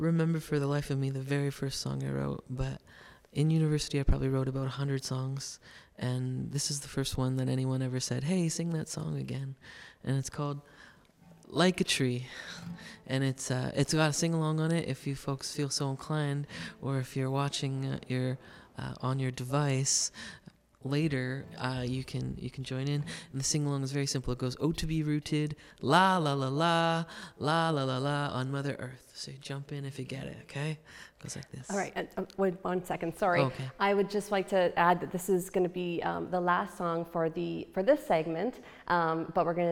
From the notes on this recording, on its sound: live at The Staysh in gorgeous Goderich, Ontario.